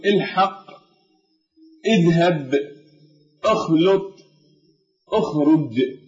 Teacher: هذه الحروف مجهورة، ولكن معها في الوقف يصدر هذا الصويت · Term: حروف القلقلة